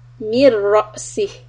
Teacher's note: The Ra Fatha will be heavy.